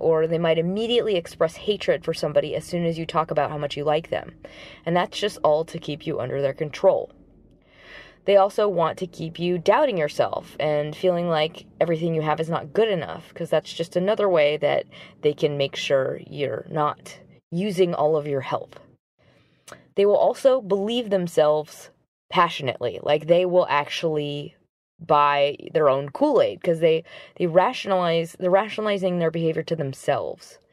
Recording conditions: inside a vehicle